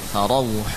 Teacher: Ulangi, roknya tebal. Faro, bukan fara.